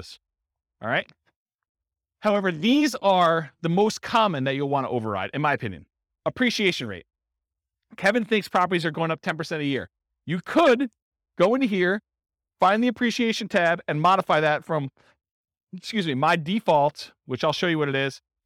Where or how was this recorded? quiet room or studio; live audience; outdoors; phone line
live audience